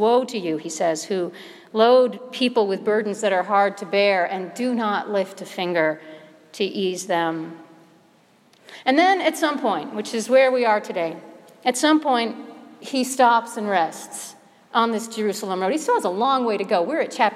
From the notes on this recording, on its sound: Sermon preached at All Saints Episcopal Church, Chevy Chase Maryland on the Second Sunday of Lent, 2016.